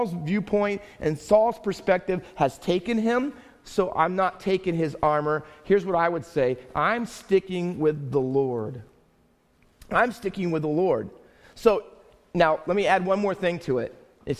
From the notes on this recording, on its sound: Faith Baptist Church in Hamilton, NJ.